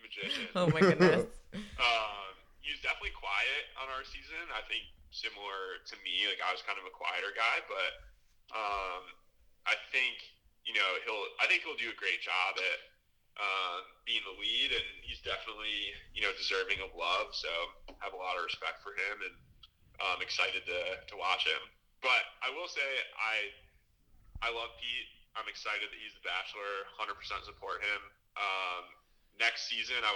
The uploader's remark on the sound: Phone interview.